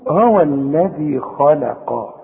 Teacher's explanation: احنا قلنا اللام في القرآن لام، الخاء خاء، كل خاء في القرآن ما دام مفتوحة خاء، والقاف قاء. بص بقى اللام رفيعة ازاي بين الاتنين دول، بين الخاء المفخمة دي والقاف المفخمة. طلعها بقى مرققة لك.